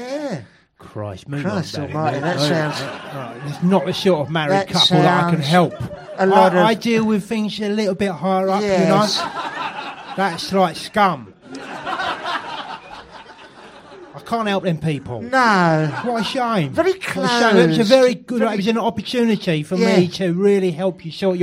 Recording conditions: live audience